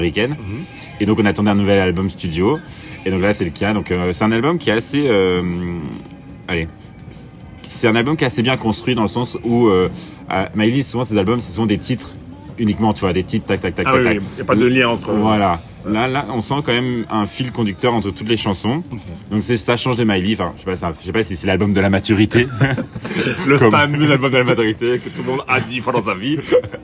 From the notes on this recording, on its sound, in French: Episode du printemps enregistré dans la fameuse rue du marché au charbon a Bruxelles.